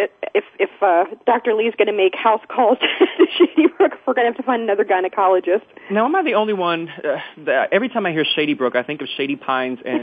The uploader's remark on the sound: Drops by Soap Central Live. And, as always, fans call in with questions of their own.